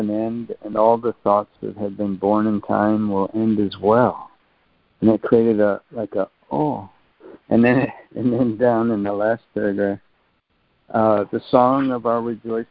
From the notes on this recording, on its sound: ACIM Daily Conference Call